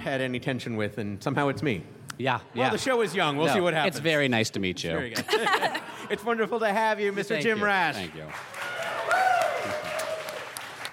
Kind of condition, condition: setting, busy venue